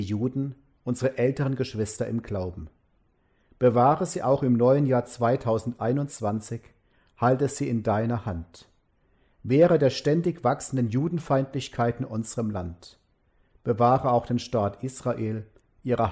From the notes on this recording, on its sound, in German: Gottesdienst mit Orgel und Gesang zum Altjahresabend 2020